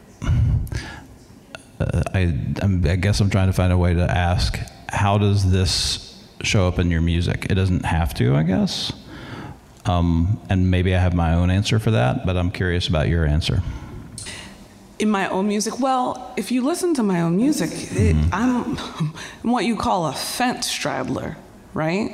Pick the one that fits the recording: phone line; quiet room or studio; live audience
live audience